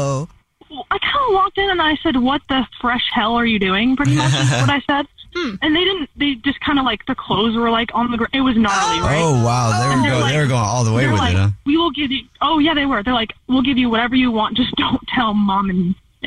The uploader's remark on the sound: We have a listener on the phone.